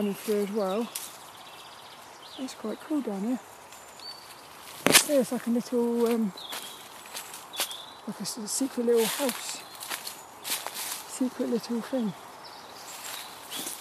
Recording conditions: outdoors